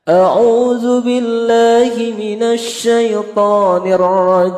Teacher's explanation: Dari a'udzu billahi minasyai itu datar semuanya. Kemudian to naik. Nirrajim. Sini datar tapi agak diayun. · Term: sikah